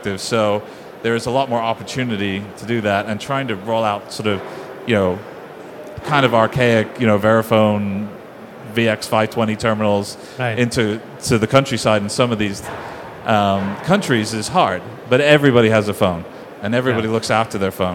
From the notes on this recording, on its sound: This recording is from Fintech Nexus USA held at the Javits Center in New York City on May 10-11, 2023. From the Innovation Zone.